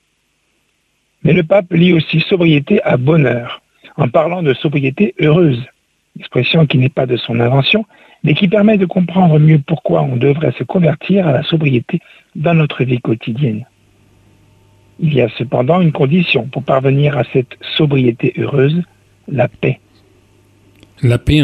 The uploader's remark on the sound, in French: invité par téléphone